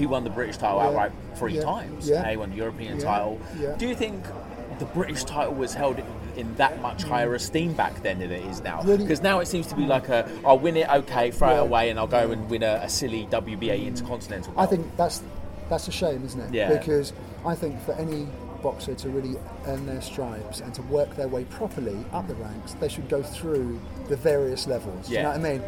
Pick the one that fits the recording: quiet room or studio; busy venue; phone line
busy venue